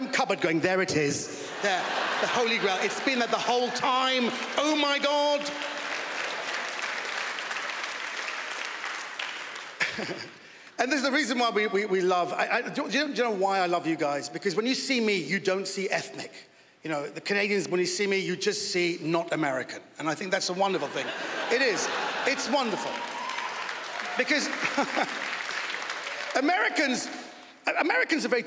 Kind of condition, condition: setting, live audience